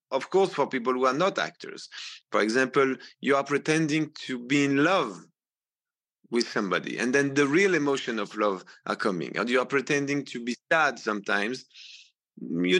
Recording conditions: video call